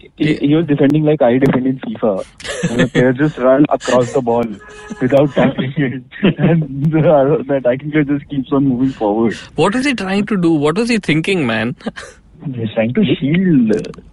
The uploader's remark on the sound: joined by his trusted fellowmen over the phone